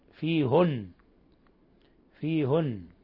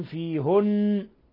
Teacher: لفظ فيهن قرأ يعقوب بضم الهاء